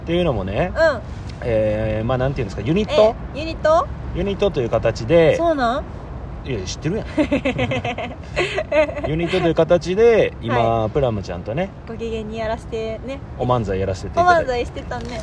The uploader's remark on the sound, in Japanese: 野外のため雑音多め